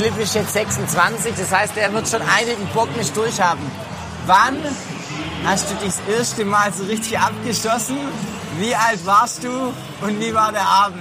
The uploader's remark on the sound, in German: Live vom Canstatter Wasen